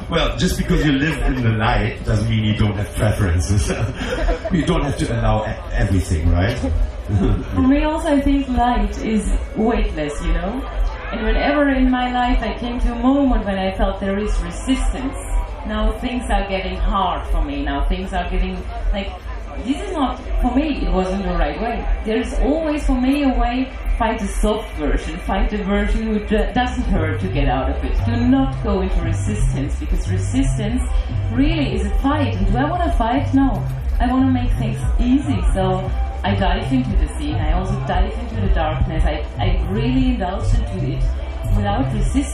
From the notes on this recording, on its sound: SPECIAL EDITION GARBICZ FESTVAL LIVE PODCAST JAM. Enjoy this lively musical experience that comes in poor sound quality but also as real as real can be.